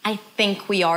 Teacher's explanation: Think is stress. It's a little longer. I is a bit more reduced.